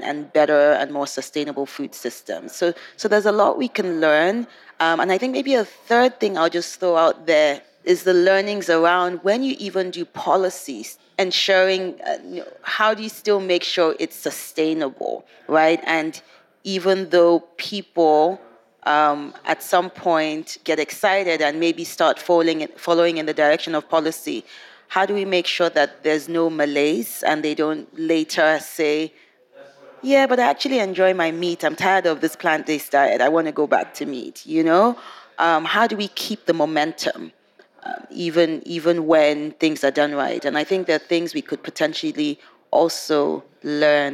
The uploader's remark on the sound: This Nordic Talks episode is the last of five special podcast episodes, recorded at COP28 in Dubai.